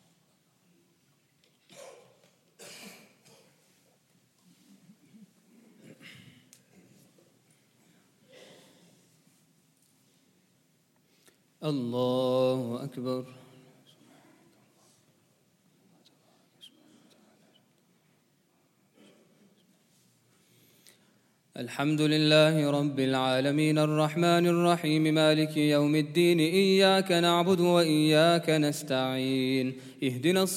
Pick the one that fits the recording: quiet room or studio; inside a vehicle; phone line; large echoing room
large echoing room